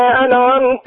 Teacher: تضع اللسان في مخرجه لا يتحرك أثناء النون لو نزعته بسرعة تقول أنا أنعمت لا أنعمت هكذا